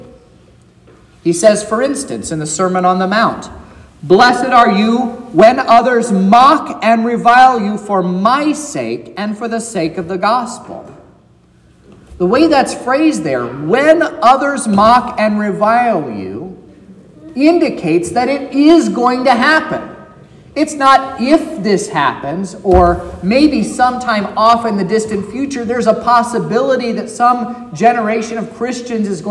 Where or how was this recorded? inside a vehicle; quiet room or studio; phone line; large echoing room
large echoing room